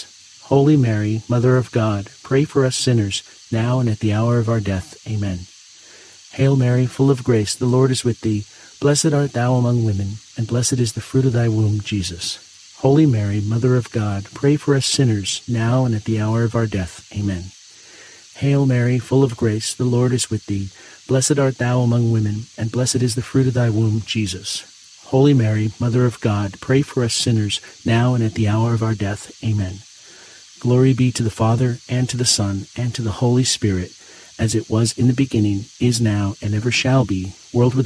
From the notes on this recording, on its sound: Get closer to nature and enjoy the soothing outdoor sounds of cicadas singing on a warm summer night alongside this Friday rosary.